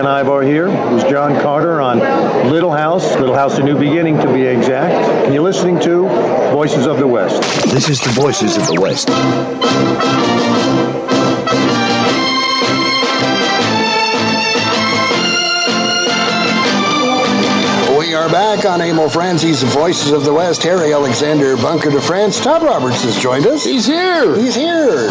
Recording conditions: busy venue